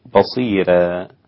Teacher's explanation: ورقق ورش الراء في بصيرا فتصير بصيرا · Term: ترقيق الراء